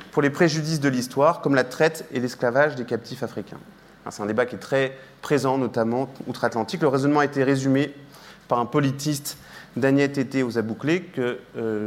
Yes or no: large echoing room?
yes